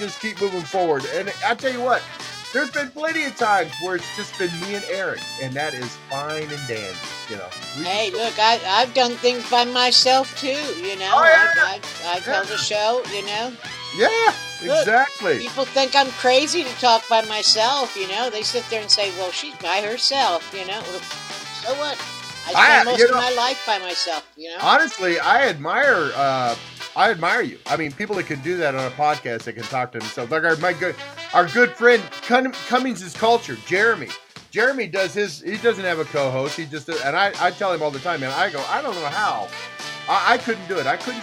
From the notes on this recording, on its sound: giving us a play-by-play LIVE action report from the airport up to the point of sitting down in her seat and buckling up